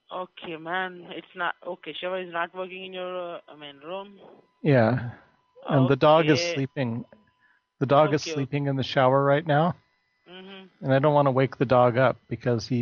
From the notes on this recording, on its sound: …'s Personal Prank Phone Calls Collection.